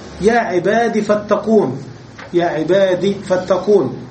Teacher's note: قال الله تعالى يا عبادي فاتقون يا عبادي فاتقون بحذف الياء وترك الكسرة دليلا عليها